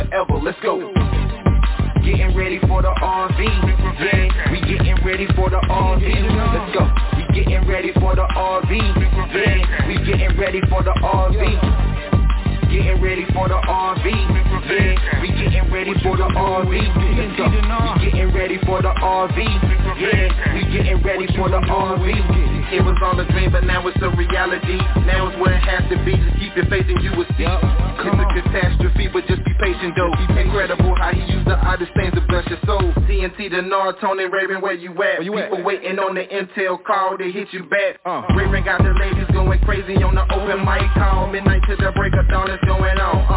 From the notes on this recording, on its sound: TNTSuperfantastic Conference Call